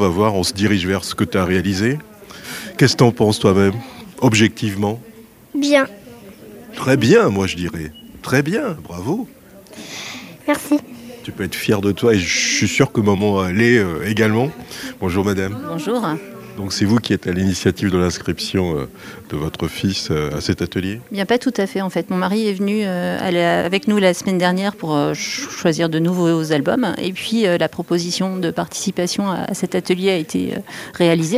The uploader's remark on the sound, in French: Était sur les radios de la FRAMA en direct du salon du livre dimanche 2 octobre 2022 à l’occasion d’un atelier modelage dispensé aux enfants du Mans.